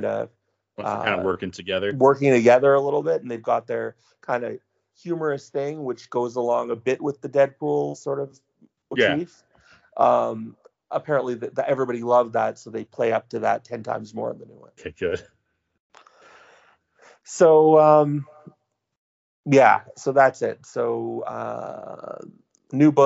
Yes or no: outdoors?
no